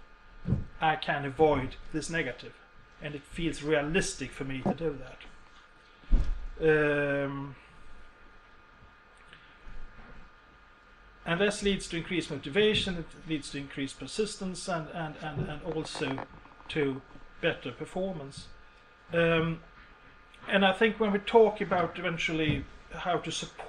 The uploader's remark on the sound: University of Borås, Sweden. Speaks at SRHE Joint Network Event.